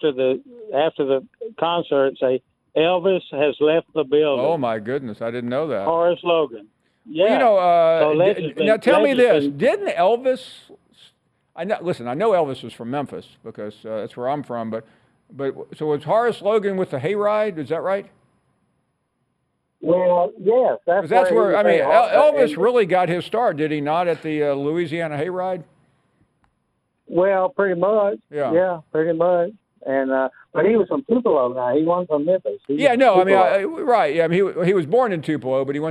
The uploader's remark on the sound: more of your phone calls.